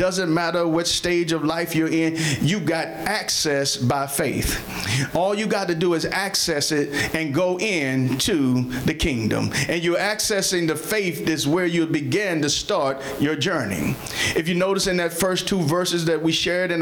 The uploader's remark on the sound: Sermon preached from Wesley AME Zion Church